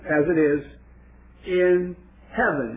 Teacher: oftentimes heaven is said in a breathy way of one syllable · Term: iambic foot